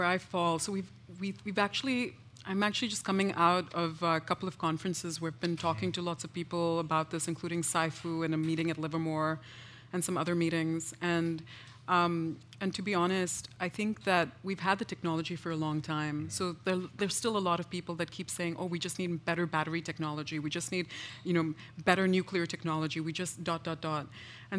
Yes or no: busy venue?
yes